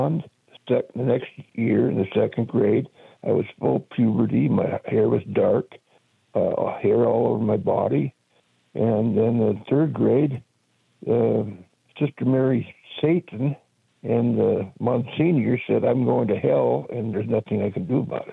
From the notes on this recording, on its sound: we take your calls in open phones across America